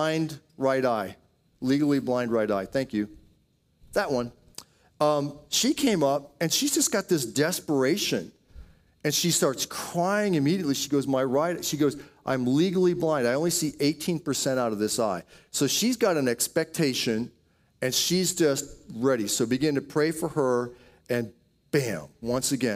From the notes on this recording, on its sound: Audio Sermon from Passion Church